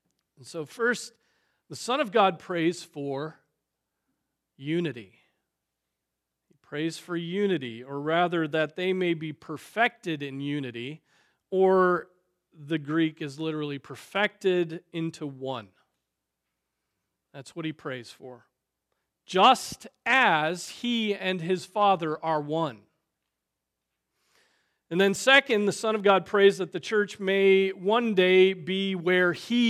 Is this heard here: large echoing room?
yes